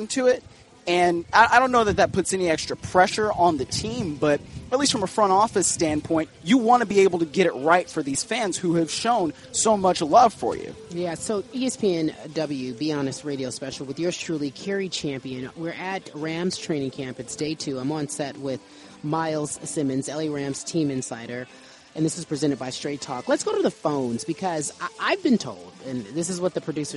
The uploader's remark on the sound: Live From Rams Camp